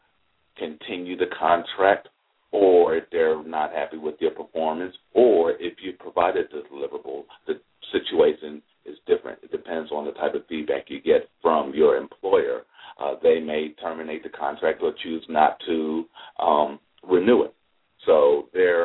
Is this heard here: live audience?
no